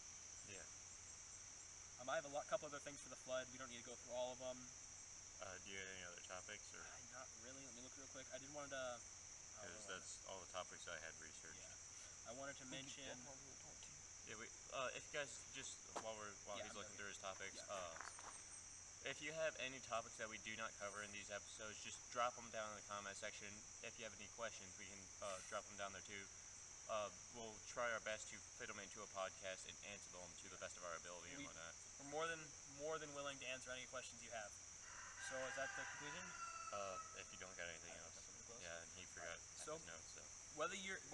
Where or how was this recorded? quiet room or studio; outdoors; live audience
outdoors